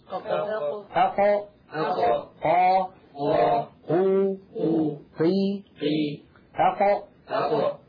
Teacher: المخرج الأول مخرج القاف من أقصى اللسان